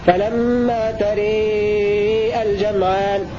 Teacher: قرأ حمزة وحده بإمالة الألف التي بعد الراء في لفظ فلما تري الجمعان التي بعد الراء، فلما تري الجمعان، هكذا يقرأ حمزة بإمالة الألف.